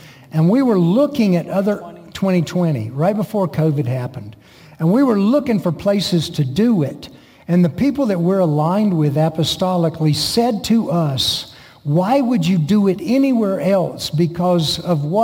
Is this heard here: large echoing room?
yes